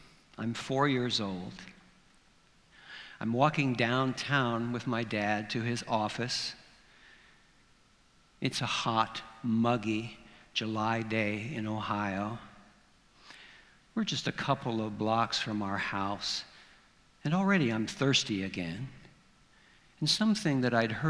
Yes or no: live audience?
yes